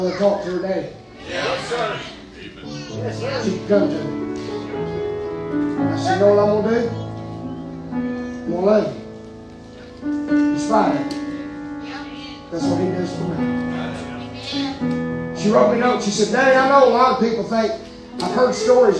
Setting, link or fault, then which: setting, large echoing room